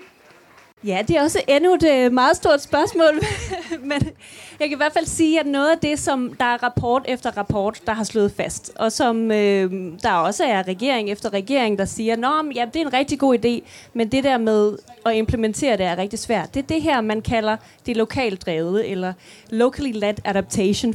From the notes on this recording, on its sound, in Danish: Podcasten er optaget foran et publikum på Folkemødet 2023.